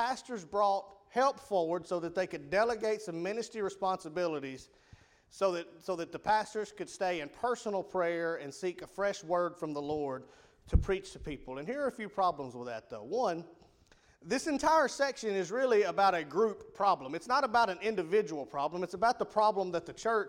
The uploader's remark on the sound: Rocky Valley Baptist Church evening service. PM Service.